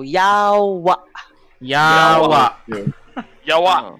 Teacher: The stress is in the first syllable